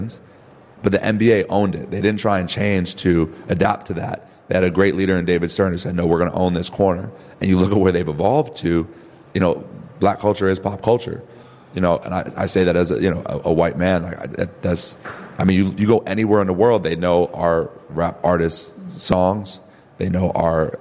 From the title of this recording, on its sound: The Cornerstore Podcast LIVE at FieldHouse Jones for Allstar Weekend